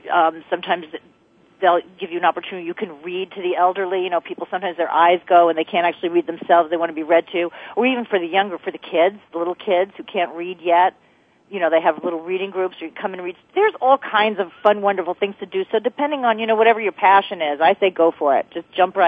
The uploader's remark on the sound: Take calls from listeners who are seeking advice on relationships, parenting, pets, and more.